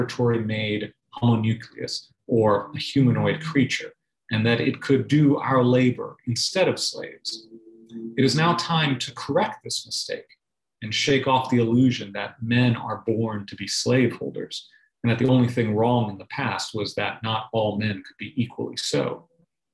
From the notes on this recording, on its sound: delivered as a Zoom webinar